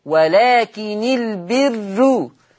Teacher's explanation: الراء مضمومة مسبوقة بكسر فتصير مرققة